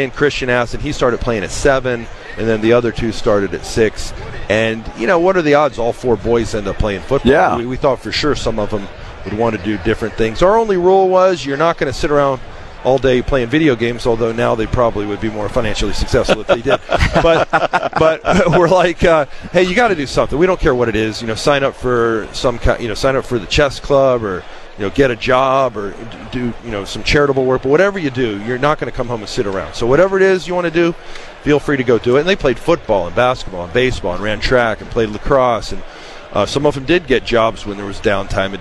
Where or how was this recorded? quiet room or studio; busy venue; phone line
busy venue